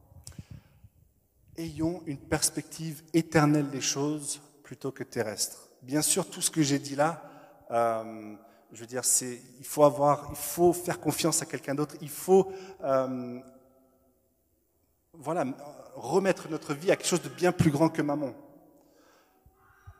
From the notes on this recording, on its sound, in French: Enregistré à l'église CVV, le 07/02/2021